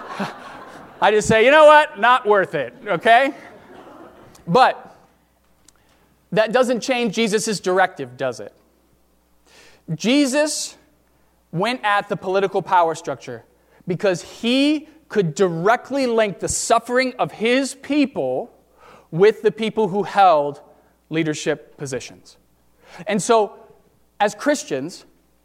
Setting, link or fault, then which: setting, large echoing room